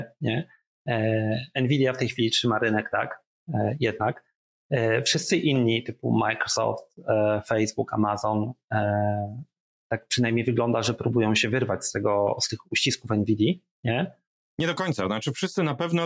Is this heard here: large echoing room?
no